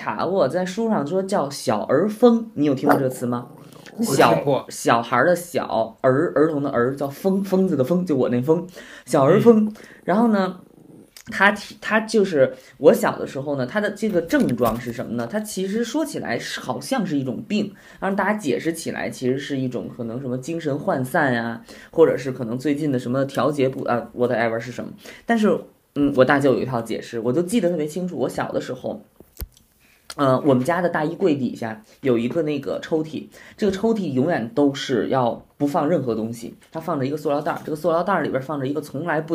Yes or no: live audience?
no